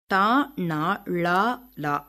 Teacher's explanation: நுனி, நா மேல் நோக்கி வளைந்து நடு அன்னத்தை தொட உச்சரிக்கின்றோம். அதனால் இவற்றை வளைனா ஒலிகள் என்பர்.